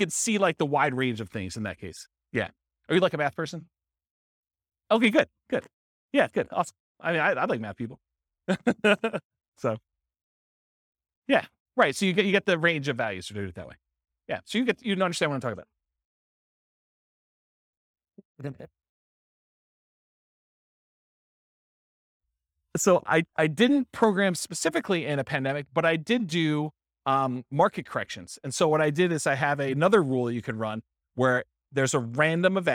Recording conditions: live audience